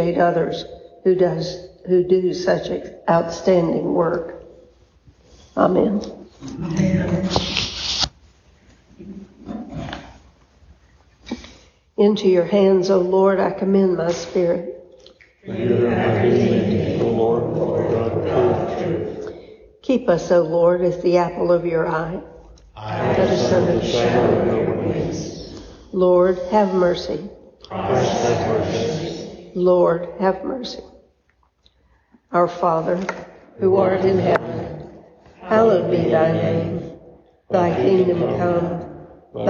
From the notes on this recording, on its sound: A recording of the Vespers service at Christ Episcopal Church (Valdosta, Georgia)